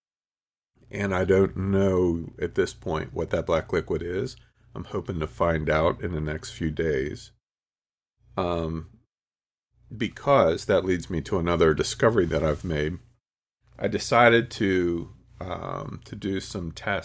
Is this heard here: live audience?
no